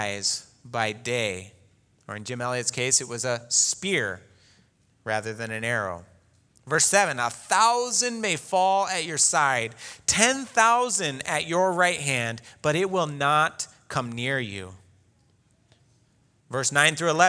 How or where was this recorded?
large echoing room